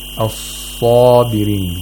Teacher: We have sad with the highest level of tafkhim. and we have pharyngealization of thought.